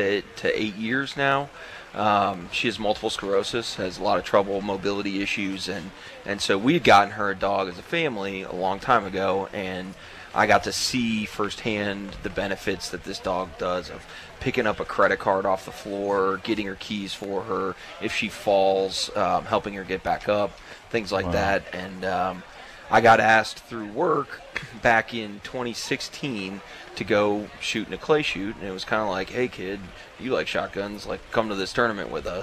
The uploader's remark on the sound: We are broadcasting live at Big Horn Firearms for their Grand Re-Opening Event today. Despite the clouds and rain it was an awesome crowd that showed up and participated in the raffles.